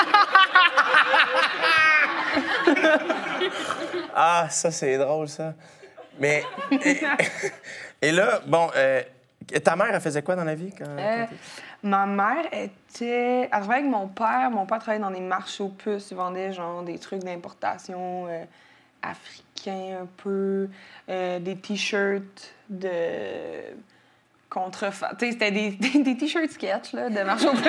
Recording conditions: live audience